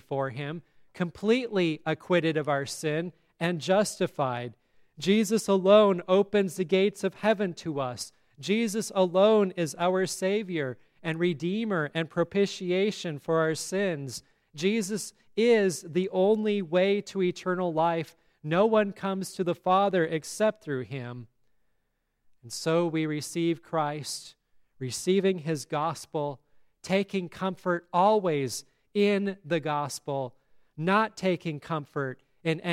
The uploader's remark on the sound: at Grace Lutheran Church, Lexington, MO